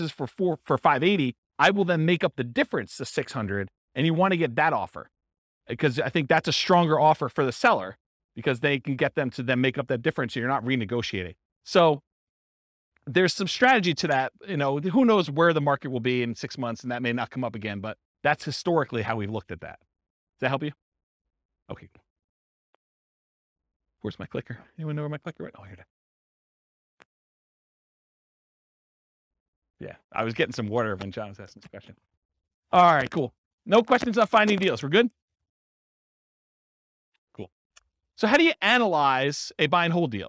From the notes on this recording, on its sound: This was a live class recorded